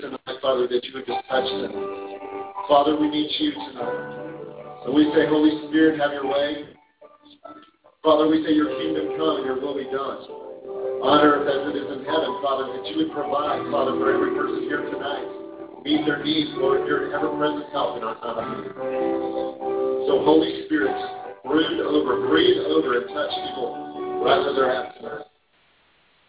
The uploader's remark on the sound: live from Generations Church in Fate, Texas